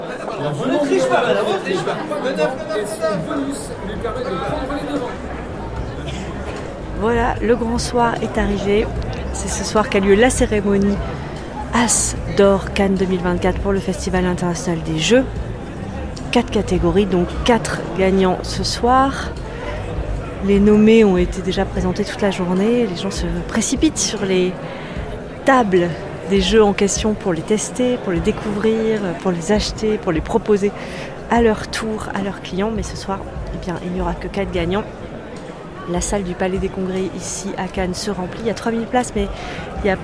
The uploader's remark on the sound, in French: nous emmène assister à la 37e édition du Festival international des jeux qui se déroule à Cannes dans les Alpes-Maritimes